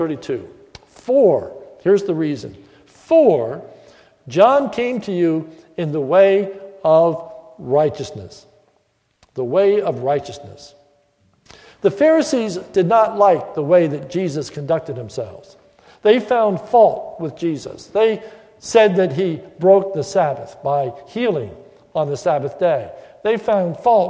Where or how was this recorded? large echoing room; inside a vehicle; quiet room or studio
large echoing room